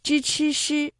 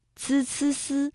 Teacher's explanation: 支支诗，这是翘舌音；滋滋思，这是平舌音